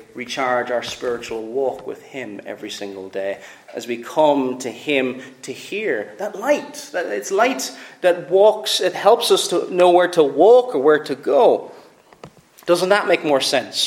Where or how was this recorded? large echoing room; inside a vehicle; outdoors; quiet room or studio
large echoing room